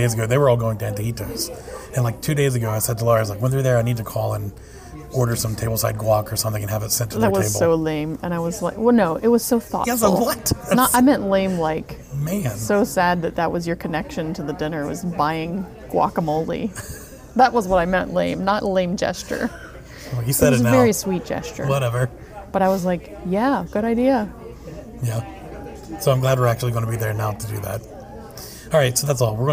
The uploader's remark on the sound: Live From the Parks